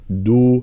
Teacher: بيان الجهر والشدة في حرف الدال